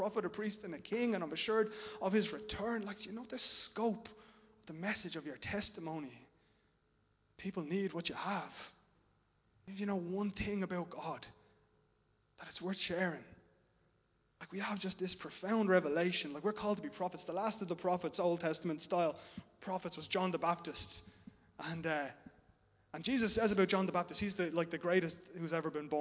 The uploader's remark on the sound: Recorded live in Liberty Church on 17 October 2021